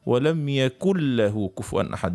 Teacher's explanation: ما ننطقوش النون ذيك، نتعديه مباشرة حرف اللاء · Term: إدغام بغير غنة